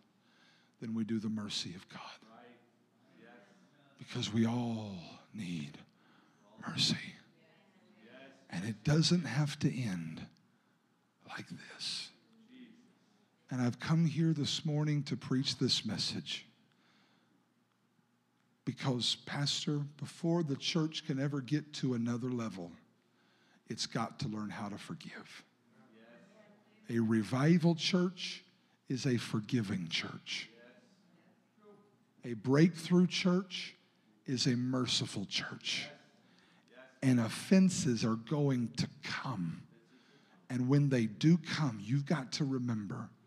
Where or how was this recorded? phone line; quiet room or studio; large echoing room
large echoing room